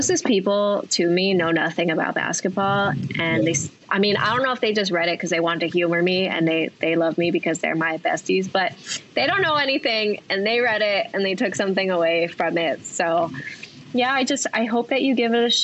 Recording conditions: video call